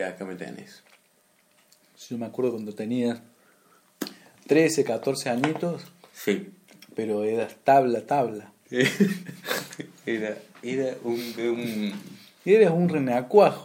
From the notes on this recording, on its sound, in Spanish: unicamente teníamos un iPhone como microfono